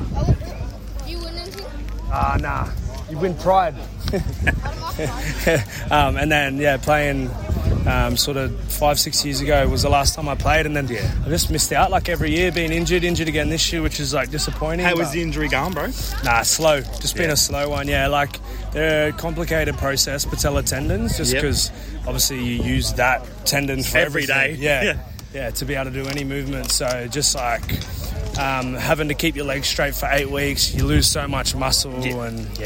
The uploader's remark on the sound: we went on location to the 2023 Koori Knockout